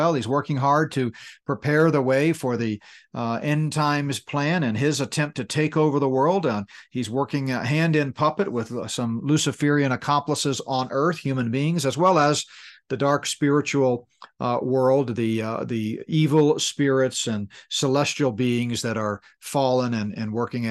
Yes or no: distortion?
no